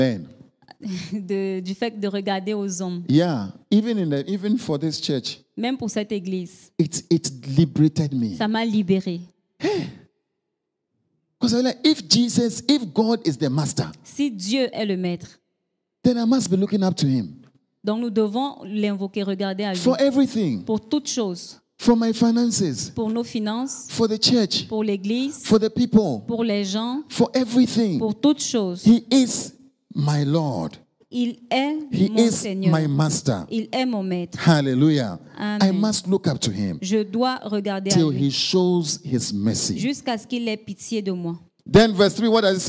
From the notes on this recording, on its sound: Preached during Joyful Hour Sunday Service